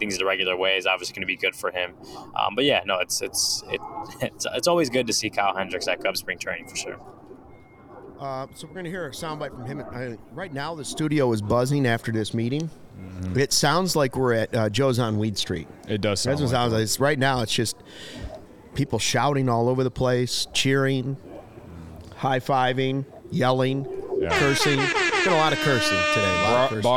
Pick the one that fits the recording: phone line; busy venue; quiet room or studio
busy venue